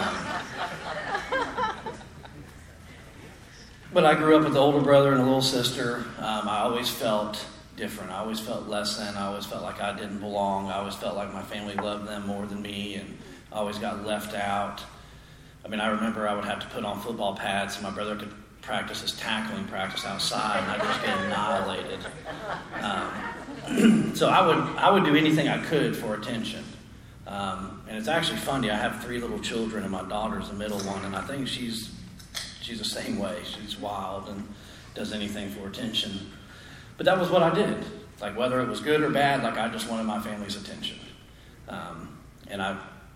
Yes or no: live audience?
yes